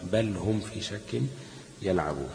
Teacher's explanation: بل يبقى بإظهار اللام، بل هم في شك يلعبون. · Term: الإظهار